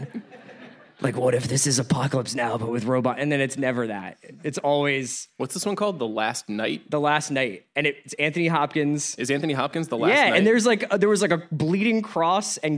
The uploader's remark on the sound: Live From SXSW